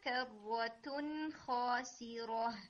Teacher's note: اس میں نون کو آپ نے بہت ٹائم نہیں دینا، یعنی آپ نے رکنا نہیں ہے اس کے اوپر